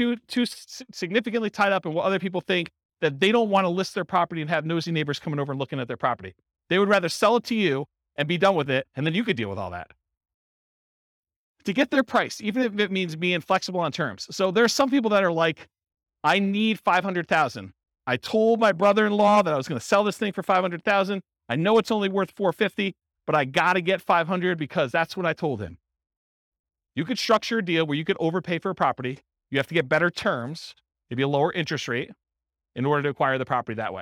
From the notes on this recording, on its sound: This was a live class recorded. Roanoke, Virginia. Live in-person version.